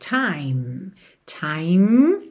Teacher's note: Time, lembra de terminar no M, ok? Esse E não é pronunciado.